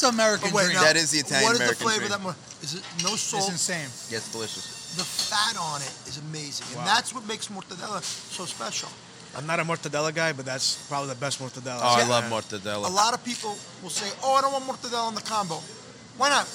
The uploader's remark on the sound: Filmed live at Mike's Deli on Arthur Avenue